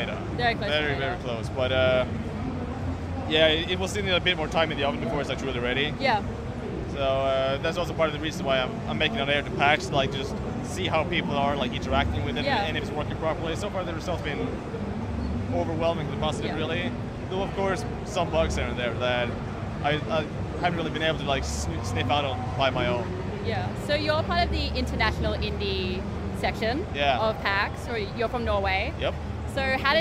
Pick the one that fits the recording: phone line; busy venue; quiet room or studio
busy venue